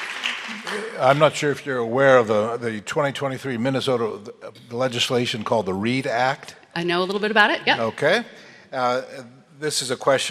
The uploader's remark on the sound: This program was recorded in front a live audience at Westminster Presbyterian Church in downtown Minneapolis.